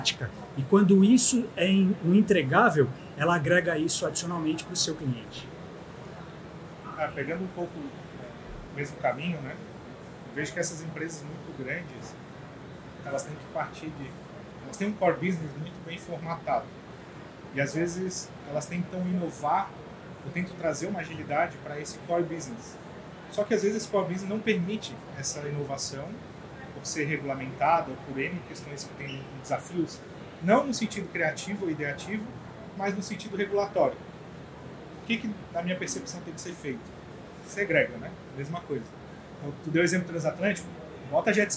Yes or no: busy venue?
yes